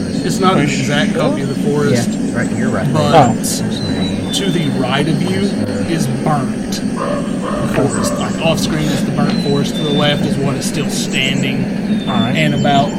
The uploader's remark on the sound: This episode was recorded in person in a local cardshop and lightly edited to just remove gaps of silence.